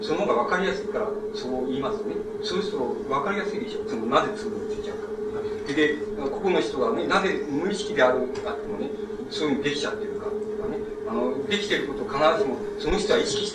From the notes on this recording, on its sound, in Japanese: 主催：詩誌「無限」事業部 場所：明治神宮外苑絵画館文化教室。録音者の手元でのノイズが入る。